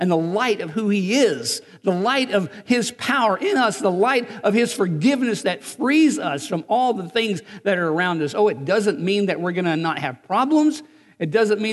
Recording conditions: large echoing room